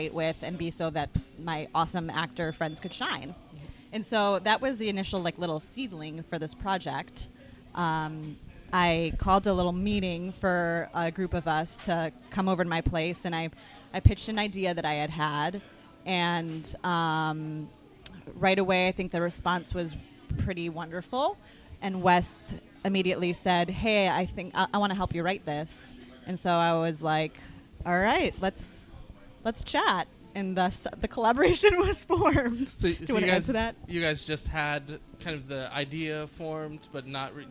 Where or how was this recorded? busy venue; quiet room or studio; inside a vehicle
busy venue